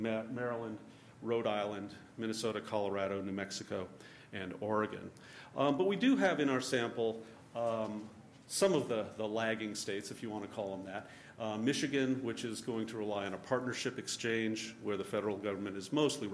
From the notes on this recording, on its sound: This talk is from the November 2013 Center for Poverty Research conference. This conference brought together a unique mix of researchers, policy professionals and industry leaders.